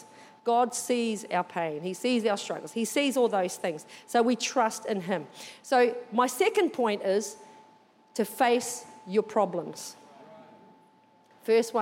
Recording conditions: large echoing room